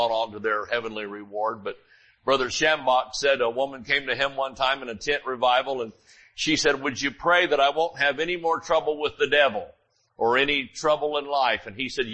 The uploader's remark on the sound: Sunday Morning Service